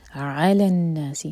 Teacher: علی دو syllable والا ورڈ تو عین پر زور دیا جائے گا